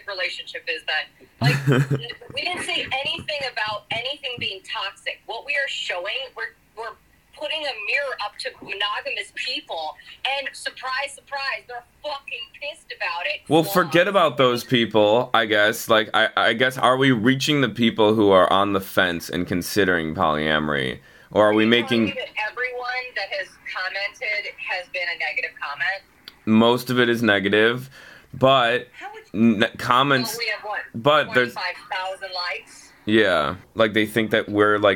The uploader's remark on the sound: On the phone